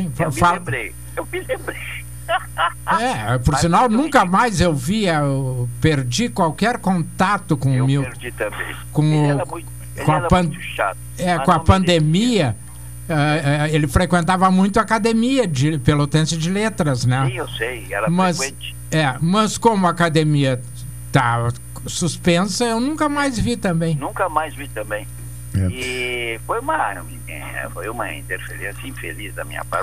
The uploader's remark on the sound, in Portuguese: (no estúdio). Por telefone.